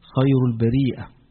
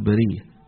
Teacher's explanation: إذا هي أصلها كانت مهموزة ولكن خففت من كثرة الاستخدام